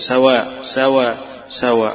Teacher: لهم بخلف هشام إبدال الهمزة ألف، يبقى سواء سواء سواء على ثلاث الحركات اللي فيها.